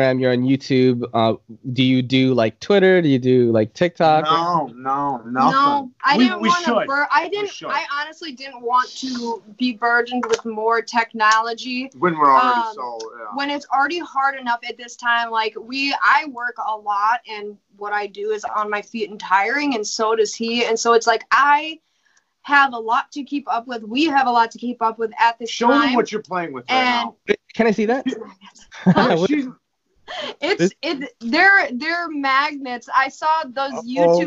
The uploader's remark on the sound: Skype recorded it that way.